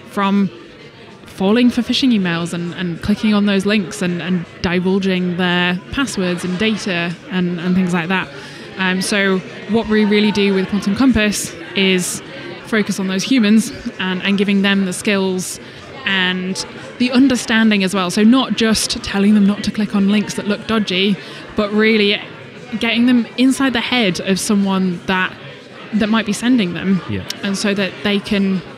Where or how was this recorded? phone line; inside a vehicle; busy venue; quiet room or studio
busy venue